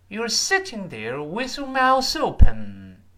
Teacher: 然后跟那 open，自然连在一块儿变成 thopen